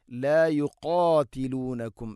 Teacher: ഖാഫ് തൊണ്ടയുടെ മുഗൾ ഭാഗത്തിൻ്റെ മേലെ ചെറുനാക്കിൻ്റെ ഭാഗമാണ് മഖ്റജ്.